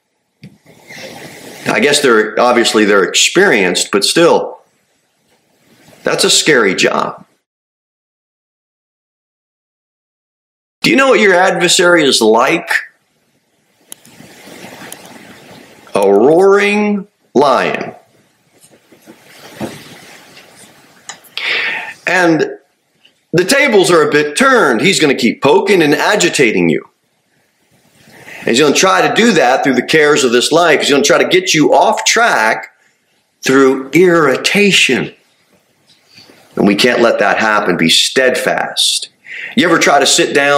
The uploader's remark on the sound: Sermon delivered at Pilgrim Baptist Church on Sunday, September 17, 2023, at 2-15 pm. Jere Whitson Rd. Cookeville, TN 38501.